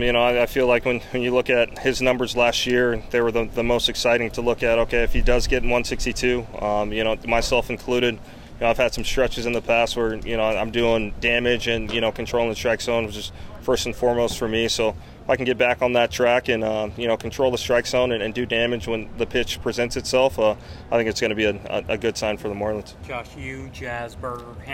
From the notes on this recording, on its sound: live from the first full squad workout for the Marlins in 2024.